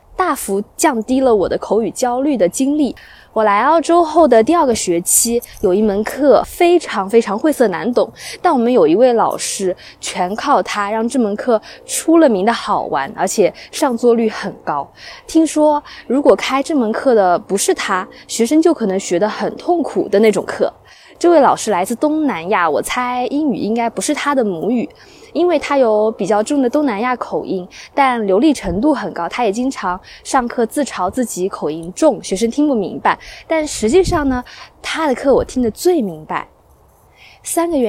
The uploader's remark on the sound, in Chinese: 我在湖边跑步，忽然来了兴致，于是在户外完成了播客录制。你将听到风声、鸟鸣、交通噪音、比较快的语速。